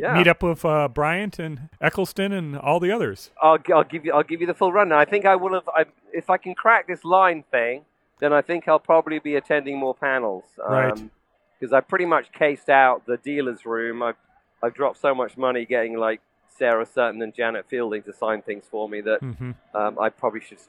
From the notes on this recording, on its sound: Gallifrey One 31 - Day 1. Is in Los Angeles attending the 31st Gallifrey One Convention. Calling in live from the convention food court.